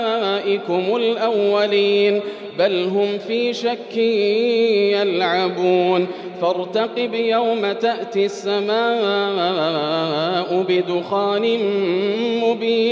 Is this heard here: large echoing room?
yes